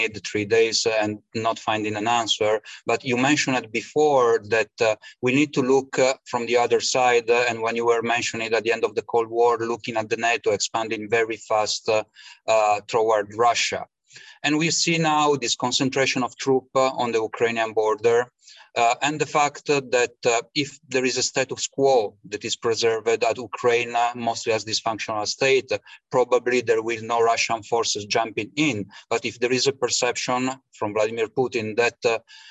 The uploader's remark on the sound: This public talk was conducted online via Zoom on Wednesday, 8 December 2021, from 8.00 pm to 9.30 pm (SGT).